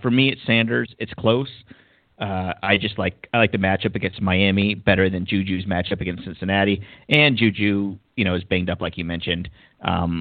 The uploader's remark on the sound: go live and take calls most of the show